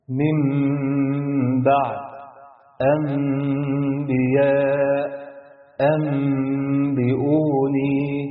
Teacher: شوف كده وعلشان اخفيها معنتش هضغط على شفايفي، هعمل بس تلامس بسيط للشفتين وهزود الغنة حركتين معاه · Term: إخفاء الميم